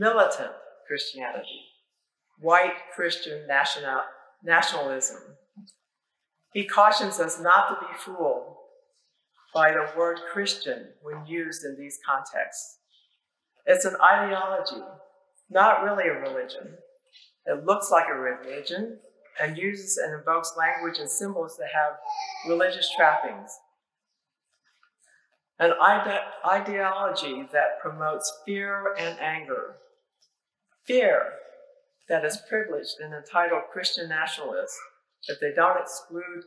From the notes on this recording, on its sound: Apologies for issues with the audio. A lightning strike near the church overnight temporarily disabled some of our equipment.